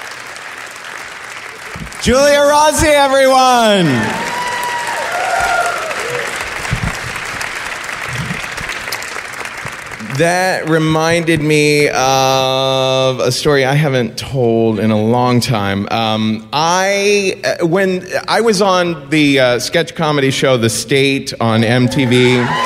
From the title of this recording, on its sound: Live From Portland!